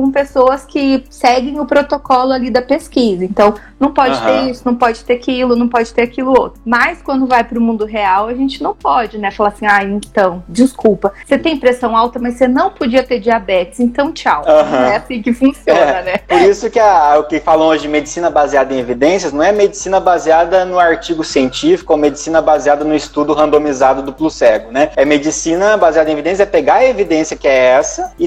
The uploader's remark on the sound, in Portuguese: Este episódio e a extração do áudio da live. No projeto Neuro a/Live.